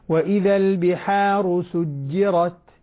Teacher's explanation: شد الجيم خليها شدة. شد الحرف جيم حرف شديد.